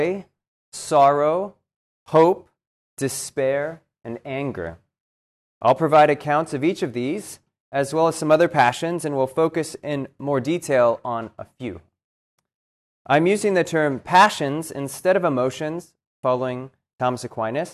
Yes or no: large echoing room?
yes